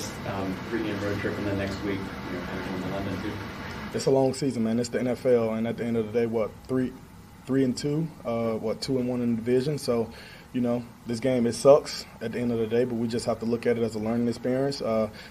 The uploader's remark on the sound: Postgame Press Conference